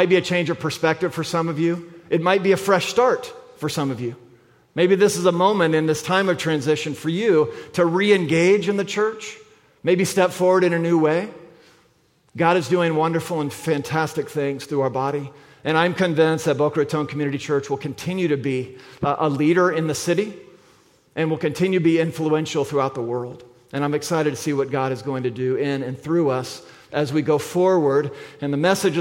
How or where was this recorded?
large echoing room